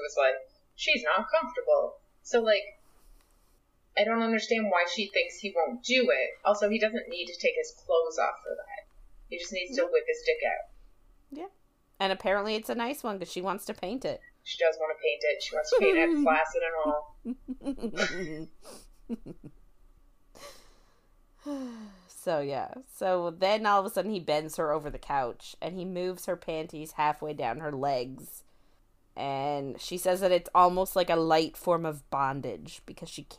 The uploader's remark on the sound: Sorry about sound this week! We had a mic issue and didn't realise it!